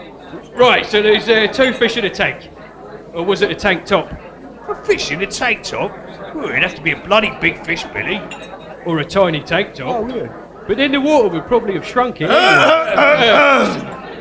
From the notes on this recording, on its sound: LIVE from Watford Museum. A live comedy/drama from The Electric Head.